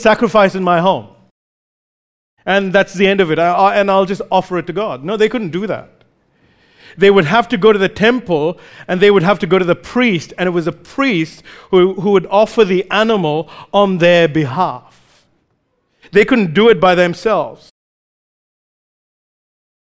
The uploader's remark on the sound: recorded live at Grace Community Bible Church